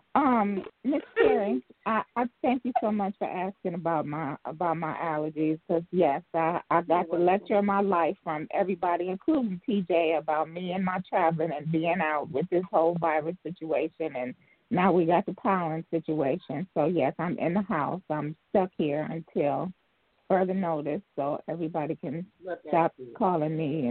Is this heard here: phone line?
yes